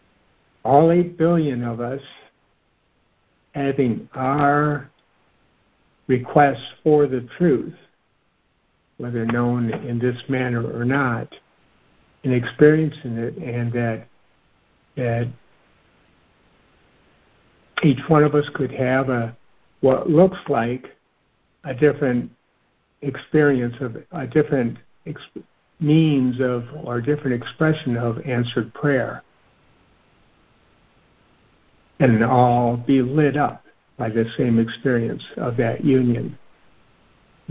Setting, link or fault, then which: link, phone line